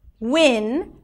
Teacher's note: The tip of the tongue touches the upper palate for the N.